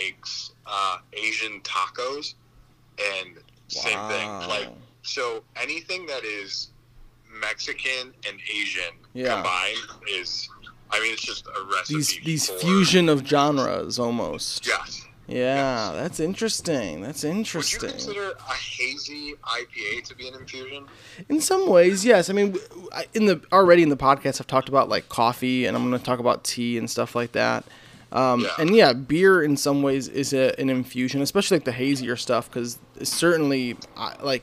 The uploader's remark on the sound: Call-In Part 2. Welcome to the second half of the call ins.